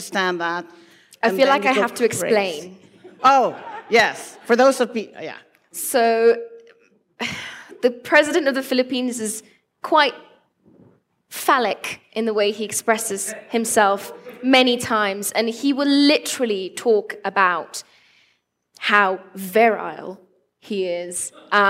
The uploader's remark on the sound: This special episode is a live recording from the Sundance Film Festival.